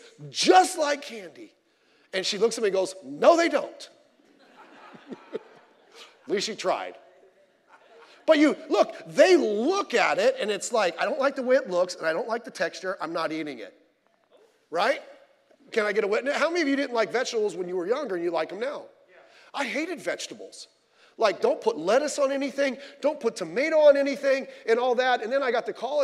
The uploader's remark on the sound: Sunday Morning Service